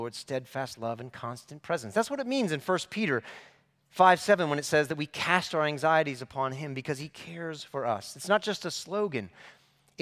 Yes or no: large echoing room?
yes